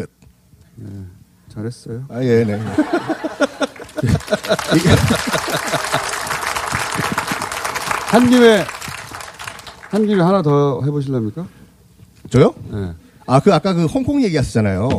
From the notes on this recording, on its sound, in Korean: 특집공개방송 꼭두새벽 라이브. 잠깐만 공연.